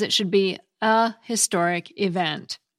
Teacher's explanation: there's no logical reason it should be anhistoric if you pronounce the H in historic, which most people do. I can see how if you pronounce historic as historic, which I think people may do in some areas of the East Coast, like Philadelphia and Baltimore, then you would want to say an historic event.